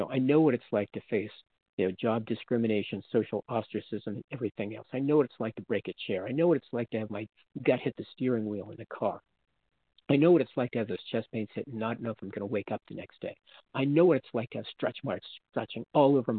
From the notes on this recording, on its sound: from the 100 Pounders Phone Meeting